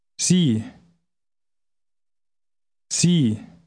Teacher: Initial S is usually pronounced like a Z.